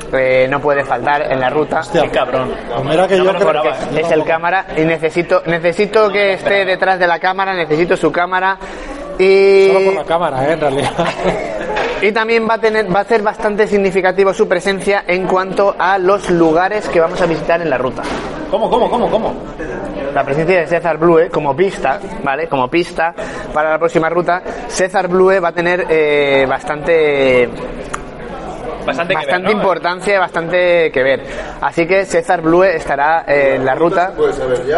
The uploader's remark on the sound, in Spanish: Desde el Tarantin Chiflado, reunidos para comer y dialogar en directo con todo aquel que aparezca.